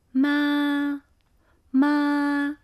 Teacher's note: 第一个声调是高而平的，声音保持在一个比较高的音调上 · Term: 第一声